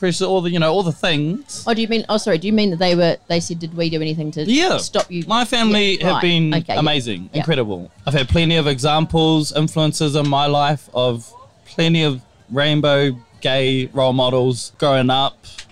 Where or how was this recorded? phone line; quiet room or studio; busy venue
busy venue